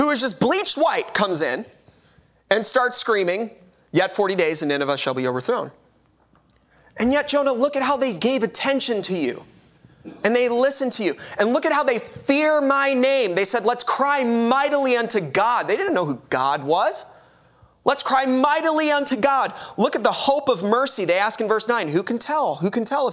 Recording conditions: large echoing room